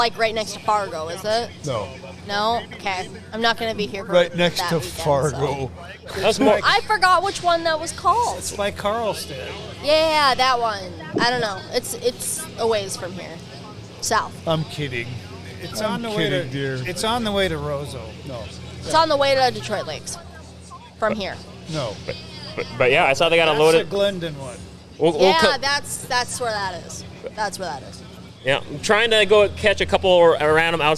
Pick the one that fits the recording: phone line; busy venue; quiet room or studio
busy venue